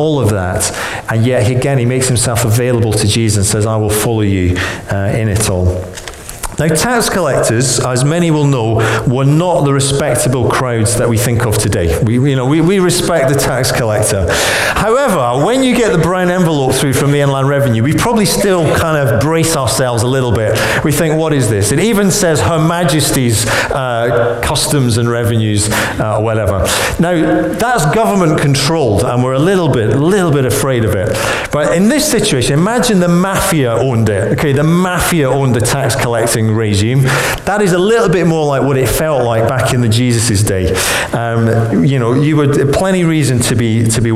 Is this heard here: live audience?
yes